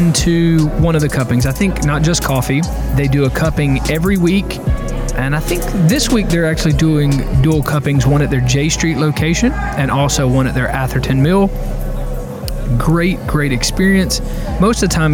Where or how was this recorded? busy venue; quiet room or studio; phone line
busy venue